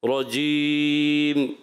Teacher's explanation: سا را کی زبر ہلکی سی تھوڑی کھینچتی ہوں محسوس ہوئی آپ نے کھینچنا نہیں ہے را کی زبر کو